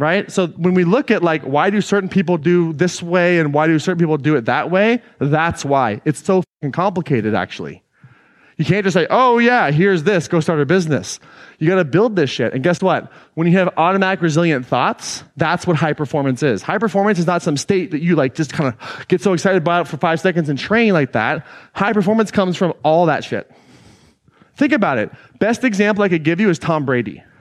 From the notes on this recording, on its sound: Today’s episode is an excerpt taken from Claim Your Power Live 2019.